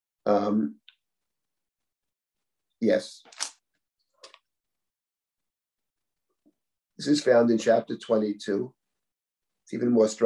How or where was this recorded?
video call